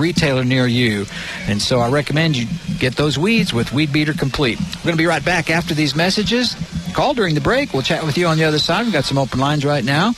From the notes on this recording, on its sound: KRMG Gardening Show live from the HBA Greater Tulsa Home and Garden Show.